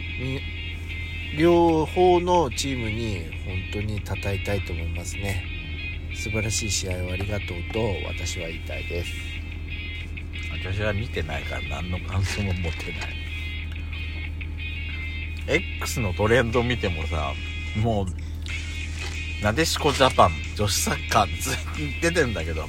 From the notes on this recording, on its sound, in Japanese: パーキング収録